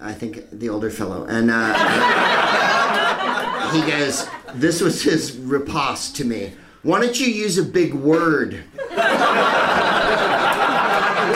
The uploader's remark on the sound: Live from the Happy Endings Comedy Club in Sydney